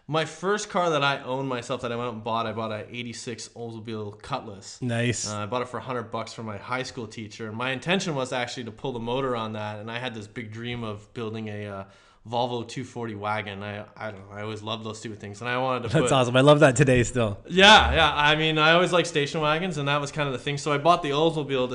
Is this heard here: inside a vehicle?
no